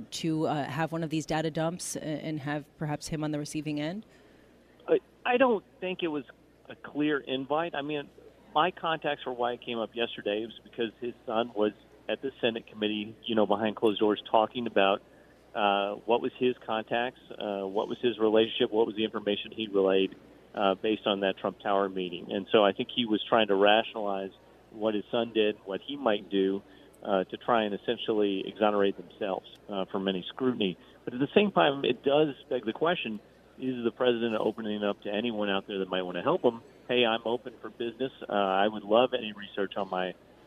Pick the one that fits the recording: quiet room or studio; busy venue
busy venue